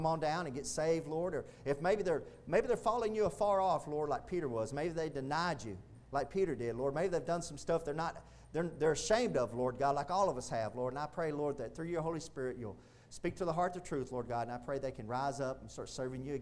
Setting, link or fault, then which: setting, large echoing room